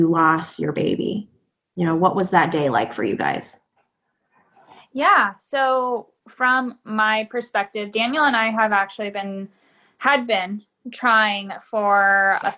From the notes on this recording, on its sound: Via Zoom chat.